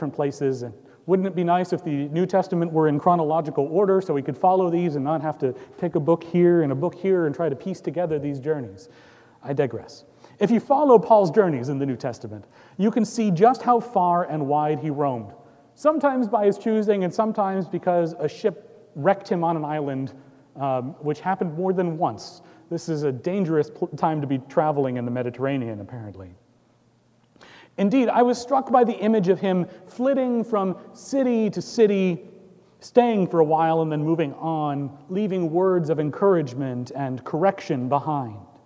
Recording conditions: large echoing room